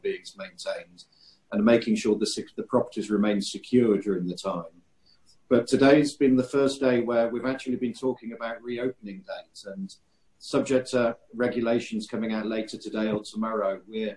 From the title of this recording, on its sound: Webinar discussion